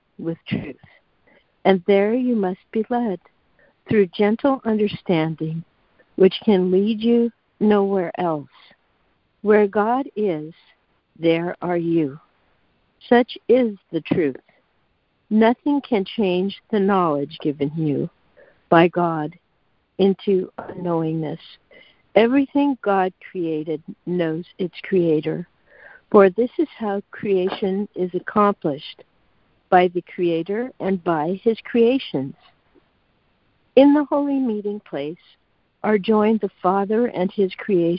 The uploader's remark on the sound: ACIM Daily Conference Call